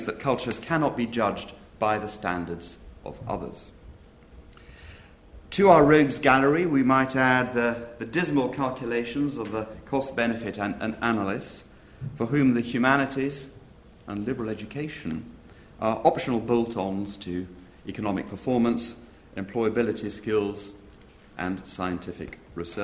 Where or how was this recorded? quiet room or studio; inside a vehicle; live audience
live audience